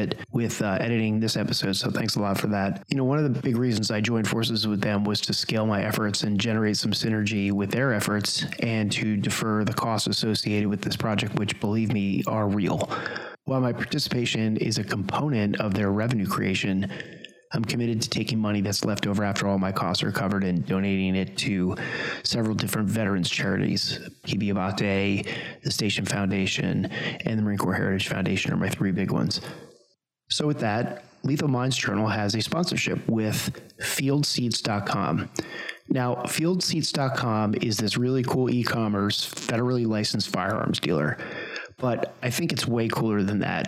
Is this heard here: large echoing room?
no